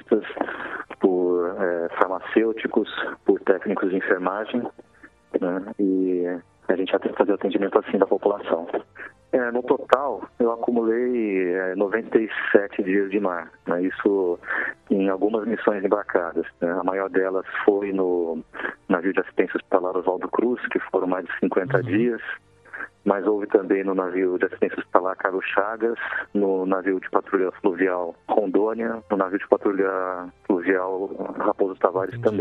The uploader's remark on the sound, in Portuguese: entrevistamos, por telefone